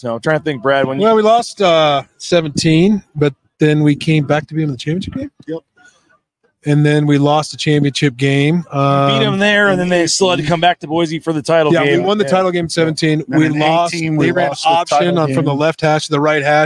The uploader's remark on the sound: LIVE at The James Kitchen and Bar